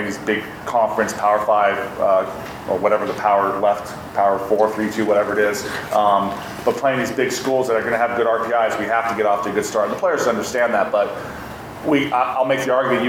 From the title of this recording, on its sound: CU Fall Sports Media Day Press Conferences